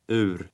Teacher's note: It starts with an U sound, followed by a Swedish R.